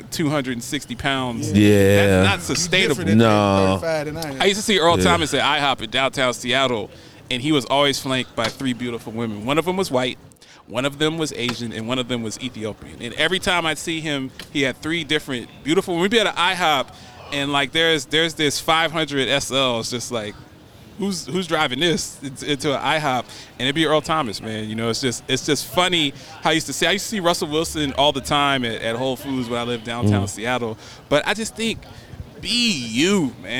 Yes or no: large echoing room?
no